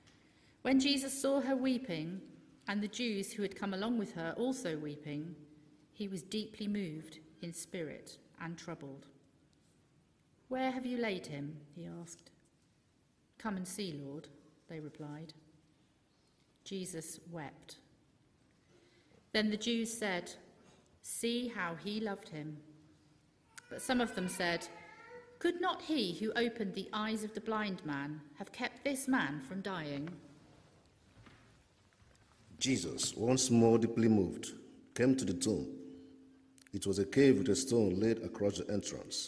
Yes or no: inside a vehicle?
no